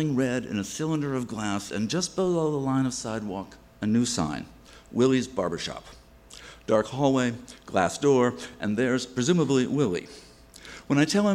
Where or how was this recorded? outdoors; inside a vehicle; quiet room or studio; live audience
live audience